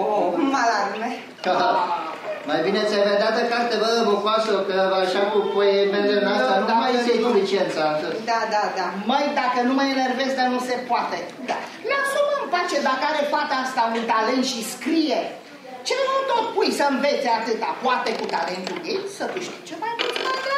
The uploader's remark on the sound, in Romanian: Înregistrare din sala Asociației Generale a Inginerilor din România (AGIR), din București. Înregistrare din sala Asociației Generale a Inginerilor din România (AGIR), din București.